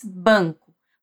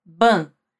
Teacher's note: Em português, a gente diz banco, com a letra A bem nasal por conta da N, ban. É como se tivesse um tio ali, ban, banco.